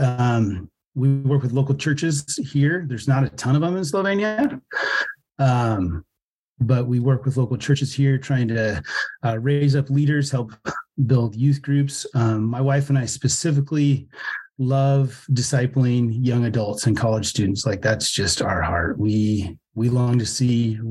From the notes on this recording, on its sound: Has a Zoom interview with missionary. The audio quality on this episode is a little bit worse than usual due to recording over Zoom.